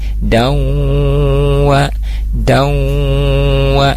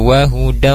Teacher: Wahudawwa jadi ditahan dulu gunnahnya itu dua harkat. Jadi kalau dihitung dari da sampai wa itu jadi empat, dawwa dawwa. · Term: idgham bigunnah